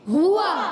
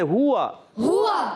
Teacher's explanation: हरकत को खींचते नहीं है मगर होंठ गोल हो जाएंगे